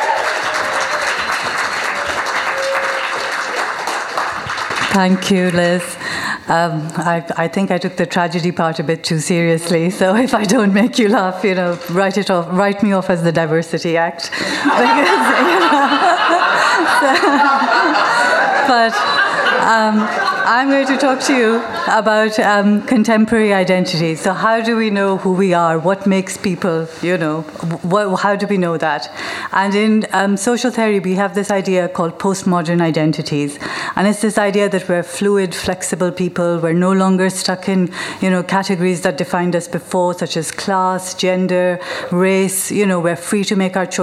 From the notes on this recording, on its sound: The second act of our Tragic Autumn live show which took place at the Hackney Attic on October 16th. Live recordings.